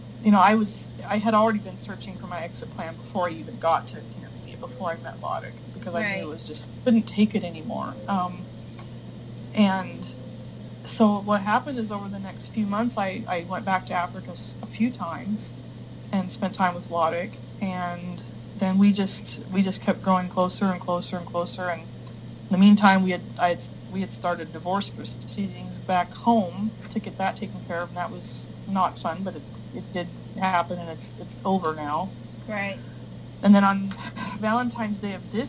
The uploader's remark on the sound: We had a few recording difficulties